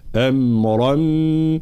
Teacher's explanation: فنمر من الراء المفتوحة المفخمة إلى الميم المشددة مع الغنة · Term: الإدغام مع الغنة